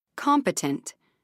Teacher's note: 3 syllables, main stress on the 1st syllable.